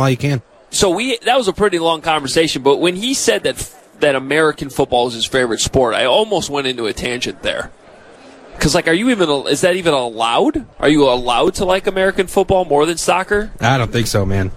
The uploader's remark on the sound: Live From Radio Row.